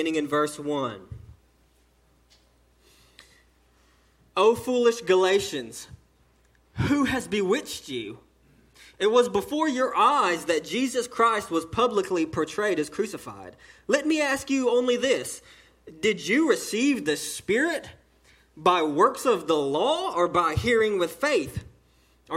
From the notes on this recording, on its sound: the sermon delivered to Cottondale Baptist Church in Eastman, GA during the 11:00am service